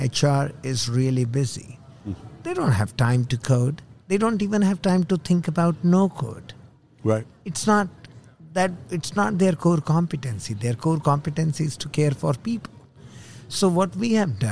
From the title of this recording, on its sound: Live from SHRM 2022